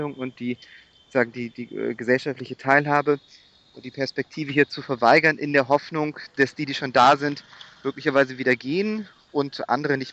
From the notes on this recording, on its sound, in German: Telefoninterview